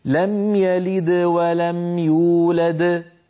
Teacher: فالدال الأولى بعدها حروف فقلقلتها صغرى ولو كانت هي الحرف الأخير في الكلمة، يولد موقوف عليها إذن قلقلتها كبرى